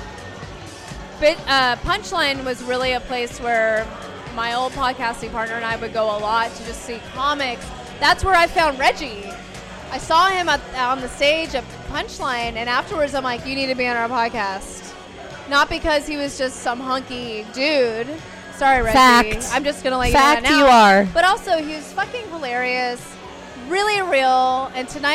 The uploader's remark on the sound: LIVE Podcast from the Punch Line San Francisco.